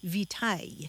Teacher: And then Latin victualis passed into French, but along the way it lost that hard C sound, so it sounded more like vitaille. And that word for nourishment without the hard C found its way into English.